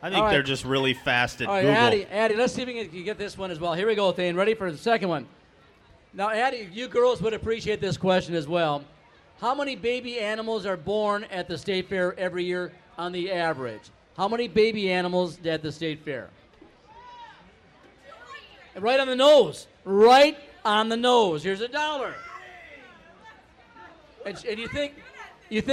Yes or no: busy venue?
yes